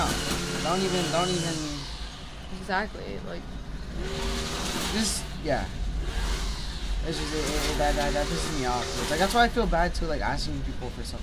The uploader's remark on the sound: Super loud outside noise… we are really sorry